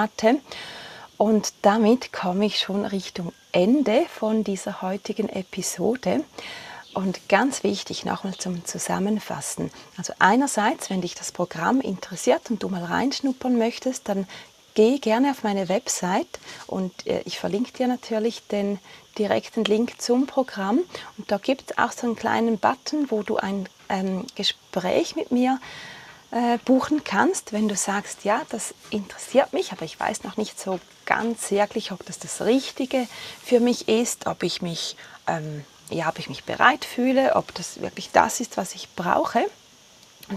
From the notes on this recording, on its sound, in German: Die Folge ist live von Ibiza aufgenommen, mit Grillen und anderen Hintergrundgeräuschen.